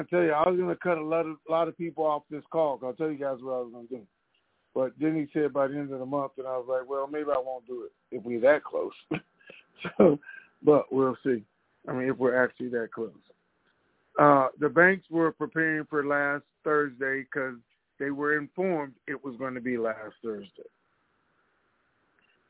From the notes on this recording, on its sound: TNTSuperfantastic Conference Call.